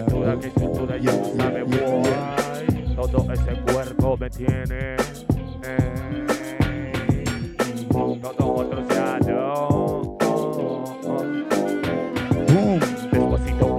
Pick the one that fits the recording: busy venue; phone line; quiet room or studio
busy venue